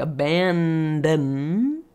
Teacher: Any syllable that ends in an N, if it's a longer word, like abandon, those N's are longer than you realize sometimes. And you need to really lift your tongue to make the N long enough.